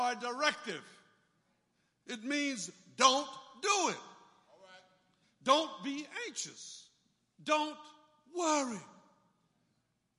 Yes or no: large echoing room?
yes